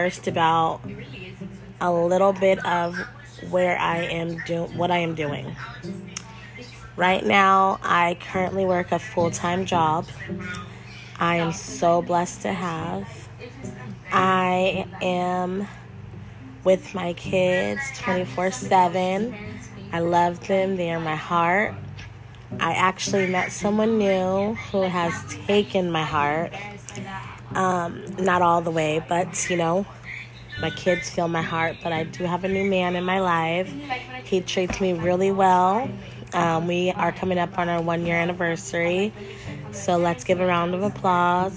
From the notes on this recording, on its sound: Excuse all the background noise.